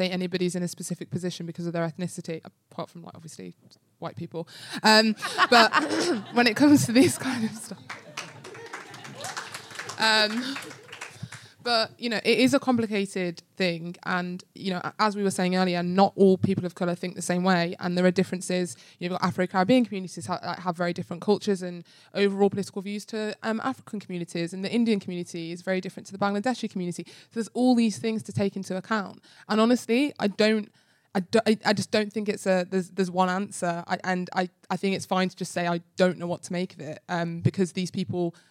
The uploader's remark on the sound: Coming to you from the London Podcast Festival. Debut show, live from King’s Place! Recorded 18 September at King’s Place, London.